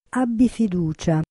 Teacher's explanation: Abbi fiducia, imperativo, con l'accento ritirato sulla sillaba iniziale